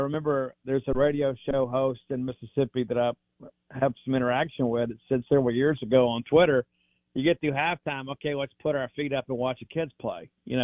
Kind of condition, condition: link, phone line